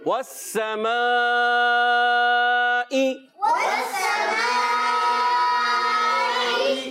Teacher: حرف مدہ کے بعد حمزہ اسی کلمے میں آنے کی وجہ سے مد متصل دو ڈھائی الف یعنی چار پانچ حرکات کھینچ کر ادا کریں گے، حمزہ کو خوب واضح کر کے ادا کریں گے.